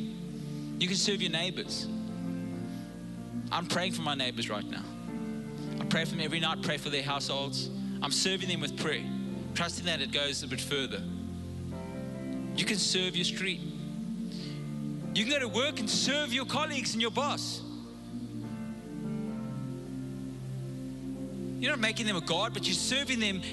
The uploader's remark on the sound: Recorded live on Sunday the 3rd April 2022